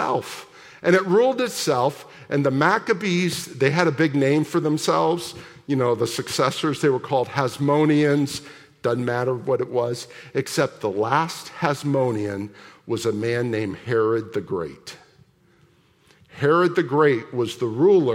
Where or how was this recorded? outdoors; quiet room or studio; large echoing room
large echoing room